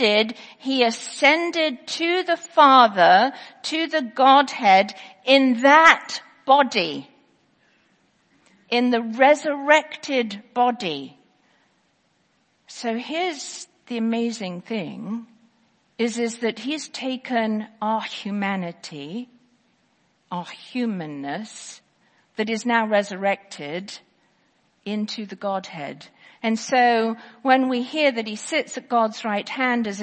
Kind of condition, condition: setting, large echoing room